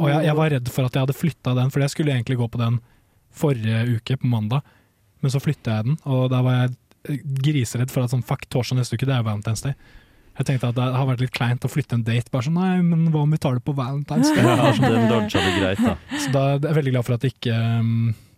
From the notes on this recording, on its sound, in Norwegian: Vi får også storfint besøk per telefon